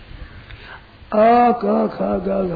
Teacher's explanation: क ख ग घ ये जो सब यहाँ कंठ स्थान है